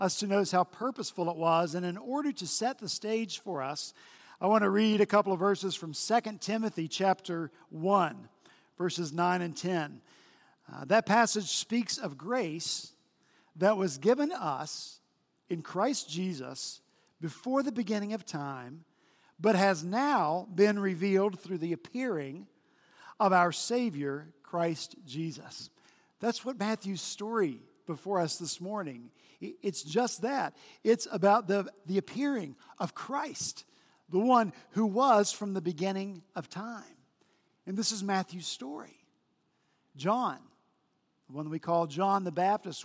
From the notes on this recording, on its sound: This past Sunday, February 25 at Redeemer Presbyterian Church in Charleston, SC